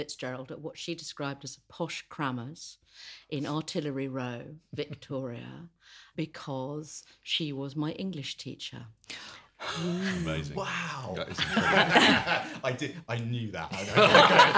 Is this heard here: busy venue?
no